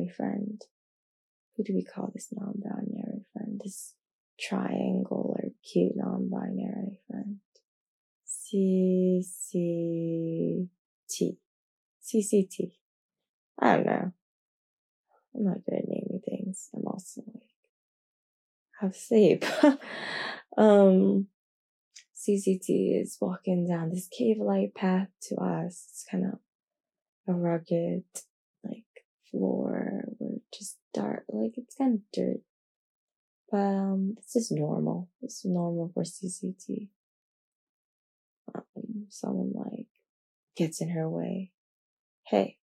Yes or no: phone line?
no